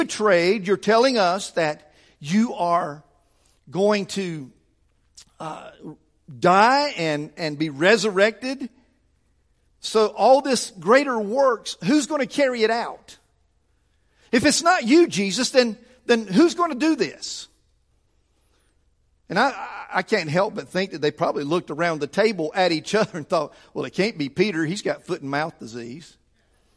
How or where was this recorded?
large echoing room